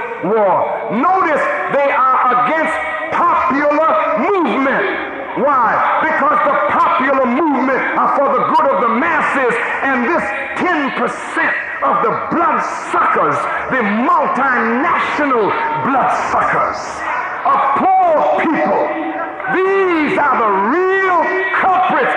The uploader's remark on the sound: This edition was taken from the lecture dated July 22, 1985 at the Washington D. Convention center.